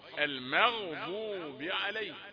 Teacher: أريد أن أفرق بين الميم والغين، المغ ميم رقيقة وغين مفخمة